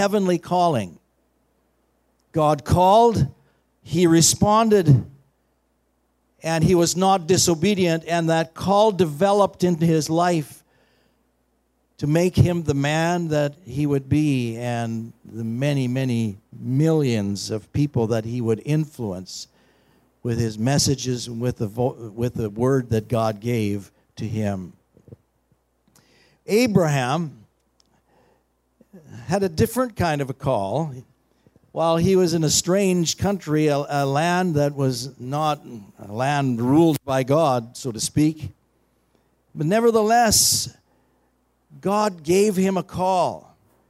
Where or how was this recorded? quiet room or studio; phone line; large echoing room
large echoing room